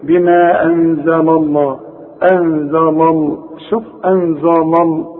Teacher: اللام هنا مرققه، اللام بتاعت لفظ الجلاله هي المفخمه